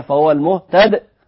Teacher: نقف عليها فهو المهتد مع القلقلة طبعا، وفي الوصل فهو المهتدي